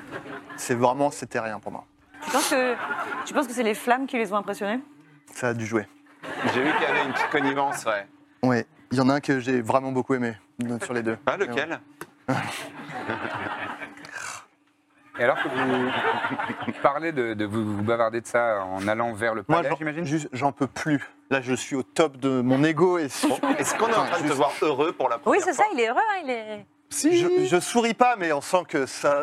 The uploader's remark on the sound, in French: Final en public